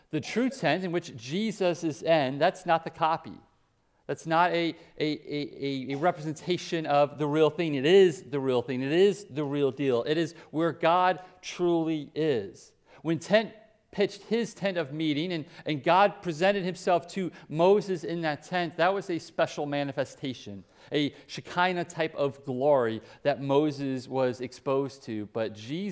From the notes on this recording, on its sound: Preached at Hope Community Church, West Salem, WI.